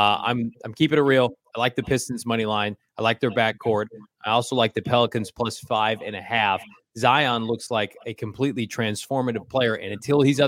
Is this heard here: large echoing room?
no